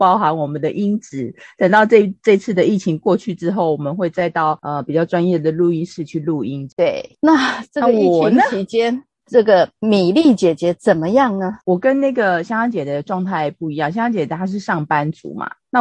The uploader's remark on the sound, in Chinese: 姐姐們兩地開錄。首度使用ZOOM軟體嘗試遠距錄音，音質不比專業錄音室，請多擔待嘿。